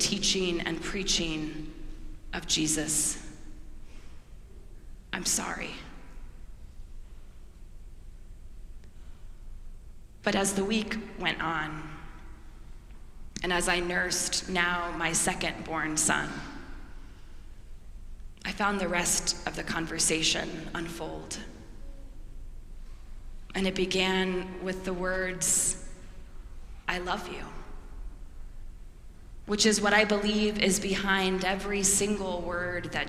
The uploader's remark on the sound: preached at our celebration of the Holy Eucharist on the Sixth Sunday after the Epiphany